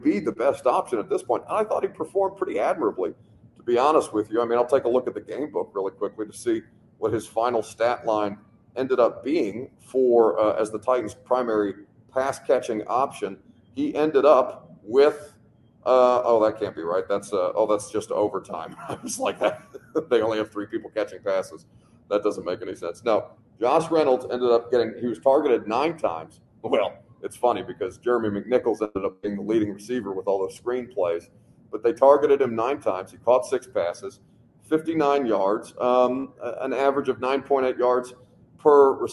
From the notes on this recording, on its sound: LIVE from the Miami Airport